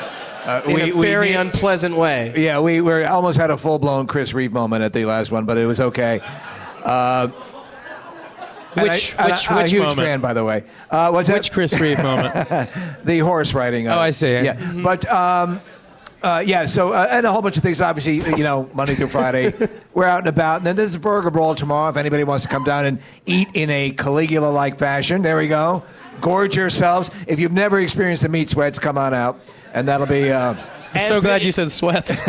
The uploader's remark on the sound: Live from the Helium Comedy Club in Philadelphia